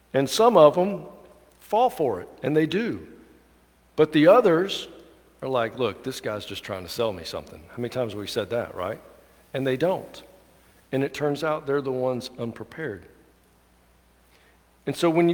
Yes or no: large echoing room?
yes